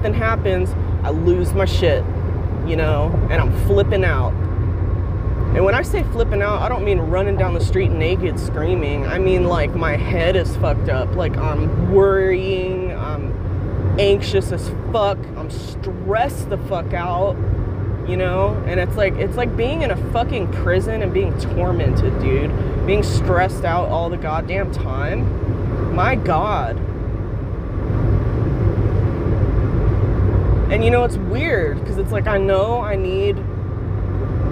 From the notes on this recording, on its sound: Driving home, crying.